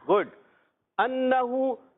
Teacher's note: नून मुशद्दद एक अलिफ का गुना करेंगे